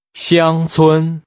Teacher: Using two high-level tones, say village.